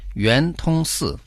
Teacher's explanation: Юэн – круглый, произносится во втором тоне. Тун – бесперебойный, проникающий, произносится в первом тоне.